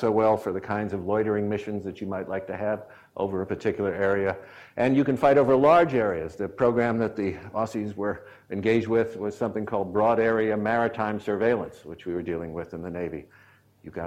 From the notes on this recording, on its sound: IFE Distinguished Visitor Lecture, recorded 31 July 2017 at QUT